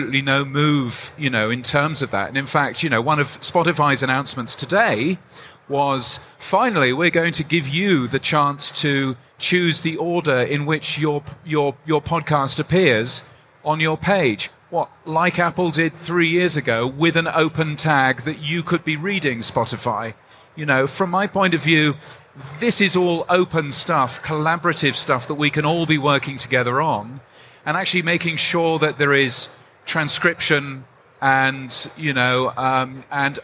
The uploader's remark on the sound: the New Media Show live from Podcast Movement 2023